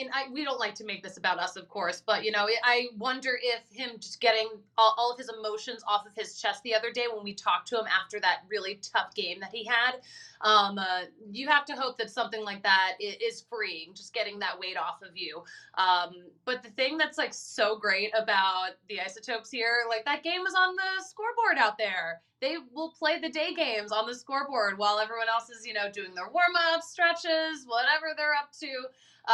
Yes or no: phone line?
no